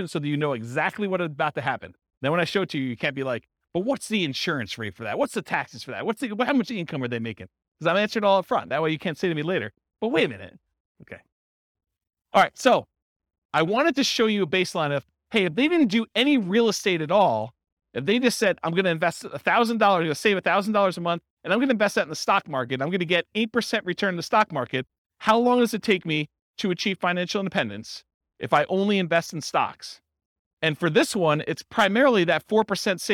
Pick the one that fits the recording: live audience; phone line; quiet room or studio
live audience